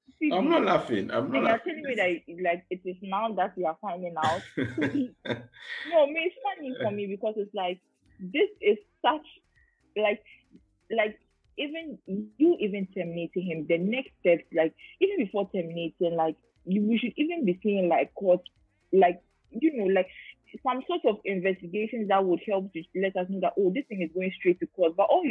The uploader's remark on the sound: Still recording remotely due to COVID.